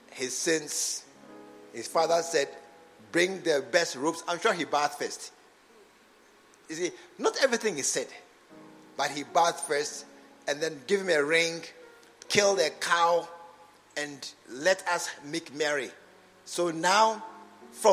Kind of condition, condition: setting, large echoing room